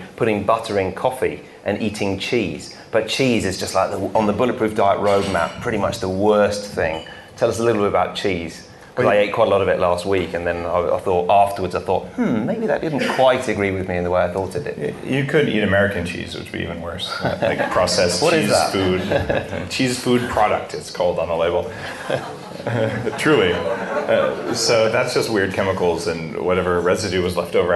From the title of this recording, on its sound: Live from London